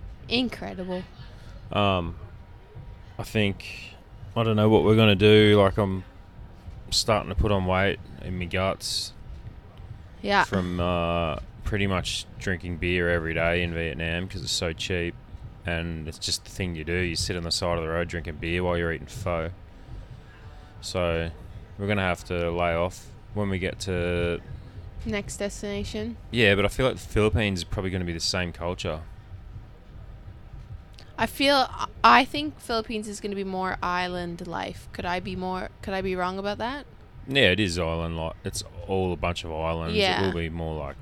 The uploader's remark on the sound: First EVER Podcast Recorded From a Sleeper Train In Vietnam? We recorded live from our 32-hour sleeper train from Hanoi to Saigon, it didn't go perfect but we did our best. This episode was recorded live from Vietnam in June 2022.